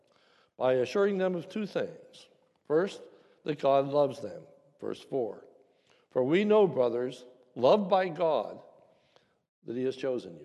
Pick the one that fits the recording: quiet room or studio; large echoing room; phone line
large echoing room